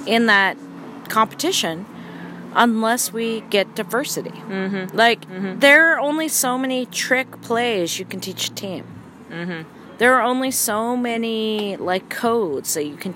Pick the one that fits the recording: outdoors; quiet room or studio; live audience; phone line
outdoors